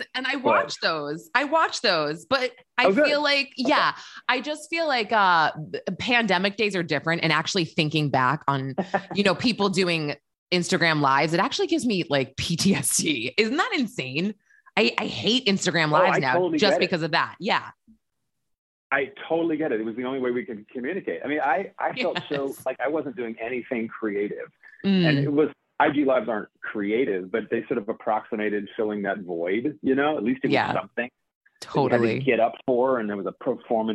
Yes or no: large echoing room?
no